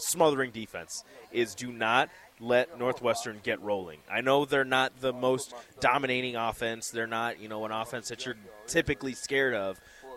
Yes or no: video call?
no